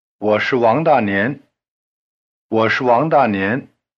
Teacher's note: But when it is emphasized, as in, yes, I am, 是 keeps its long R sound and the falling tone.